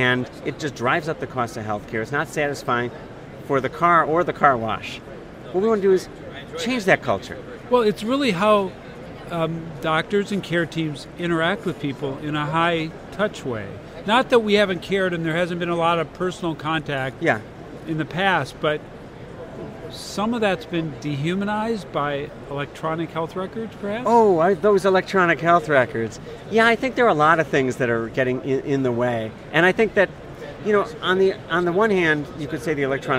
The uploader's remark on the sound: LIVE from #HiMSS17